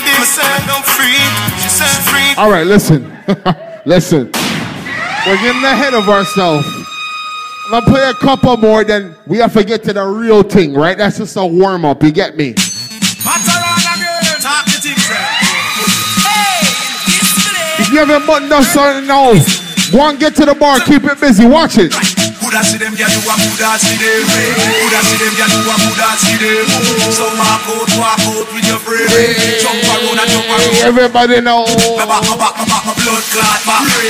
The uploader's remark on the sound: THE DEN NIGHTCLUB HALIFAX LIVE AUDIO